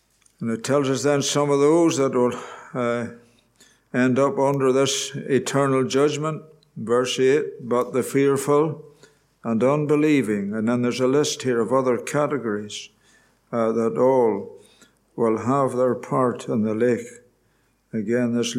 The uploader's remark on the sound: Gospel Audio from Ballyclare Gospel Hall